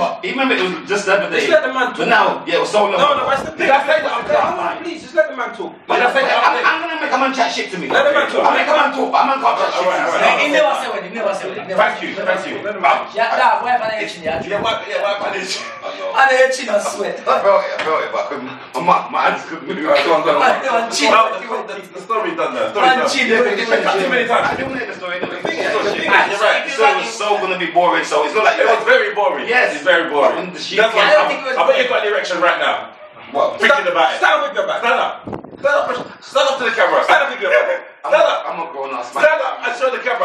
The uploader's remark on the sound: messed up the recording